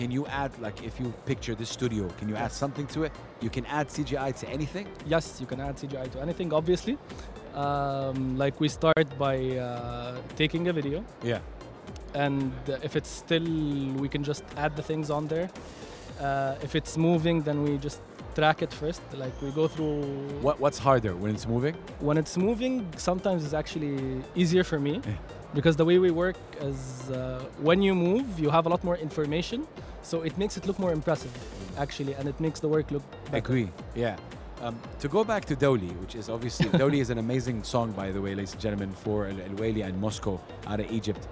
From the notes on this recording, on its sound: Live from SIBF 2023.